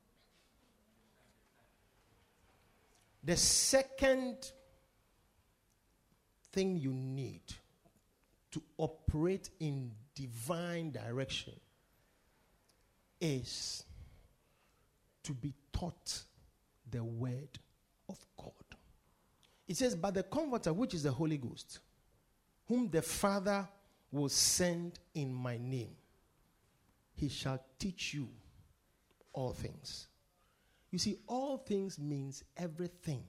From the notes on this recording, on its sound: Preached at the Victory Secrets Service.